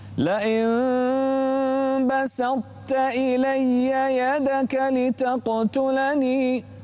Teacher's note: انتبه إلى الترقيق في السين والتاء وفخم الطاء.